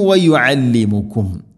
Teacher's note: ഐന് ശ്രദ്ധിക്കണം, തൊണ്ടയുടെ മധ്യഭാഗമാണ്